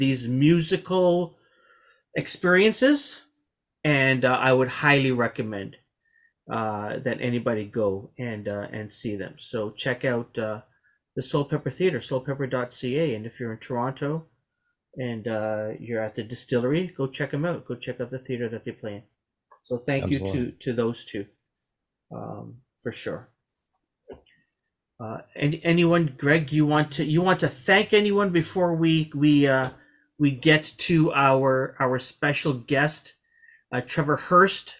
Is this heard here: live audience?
no